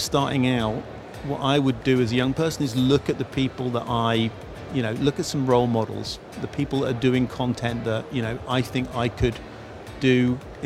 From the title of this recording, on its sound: Live from Global Media Congress